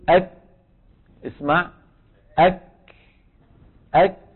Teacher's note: فبداية الكاف شديدة نهايتها مهموسة